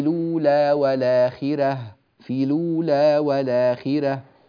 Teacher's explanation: كذلك الآ هنا يوجد همزة مفتوحة، نأخذ الفتحة وننقلها إلى اللام فتصير ولا ونحذف الهمزة